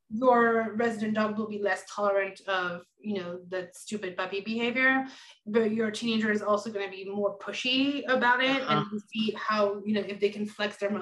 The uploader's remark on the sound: Recorded Webinar